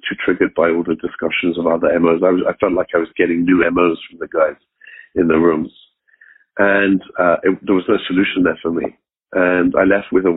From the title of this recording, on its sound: Monday Noon Phone Speakers Series